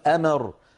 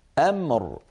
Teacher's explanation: أمر أيضا ليكن اهتمامي بحرف الميم أن أسكنه، فلا أقول أمر، أن تميل الميم إلى الكسر. أمر أسكن الميم وأعطيها حقها من البينية والغنة · Shown in: second take